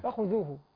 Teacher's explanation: نخلص حرف الخاء من أي شبهة غين